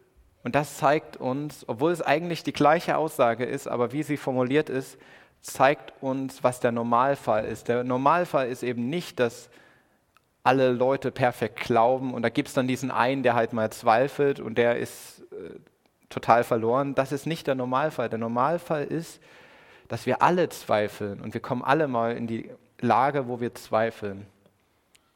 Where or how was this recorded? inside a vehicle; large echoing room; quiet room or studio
large echoing room